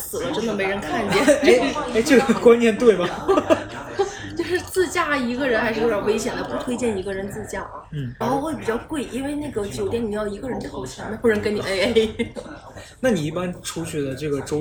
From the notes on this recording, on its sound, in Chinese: 本期是上周出差上海，赶高铁前临时在咖啡厅录的，所以背景音略微嘈杂。